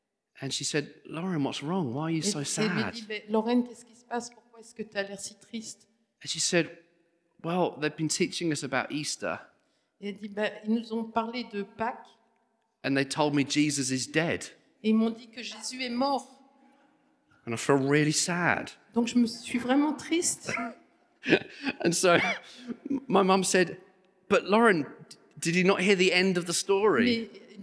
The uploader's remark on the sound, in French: Enregistré à l'église CVV